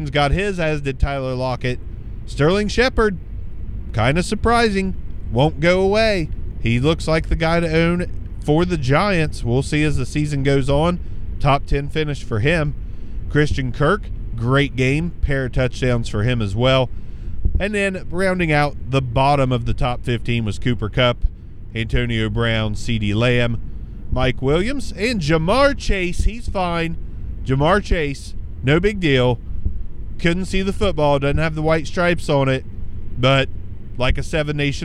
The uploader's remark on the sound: hop in the car with me